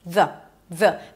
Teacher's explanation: Make sure that the vowel after is very reduced, so it's not the, the.